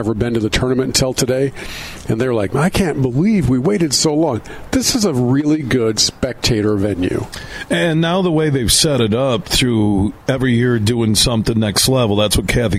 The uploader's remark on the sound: It's day 2 of us broadcasting live from the Blythefield Country Club which is home to the Meijer LPGA Classic for Simply Give.